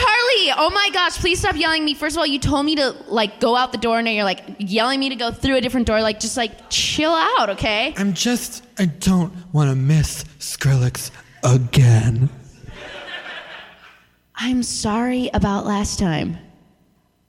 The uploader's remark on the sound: Live From the Dallas Comedy House (Late Show!)